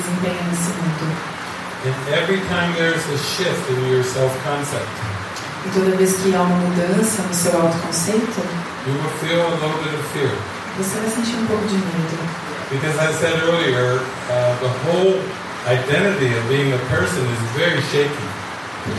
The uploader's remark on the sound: Post-movie questions from the participants. This session with Portuguese translation was recorded in the evening. In Sāo Paulo, Brazil.